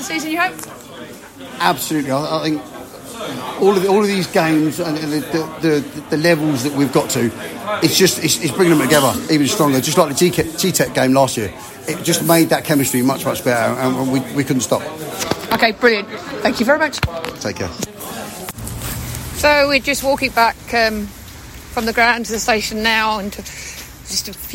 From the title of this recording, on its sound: post-match podcast from the stands